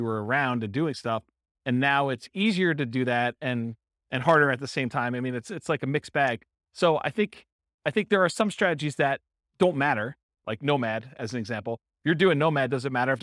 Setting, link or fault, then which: setting, live audience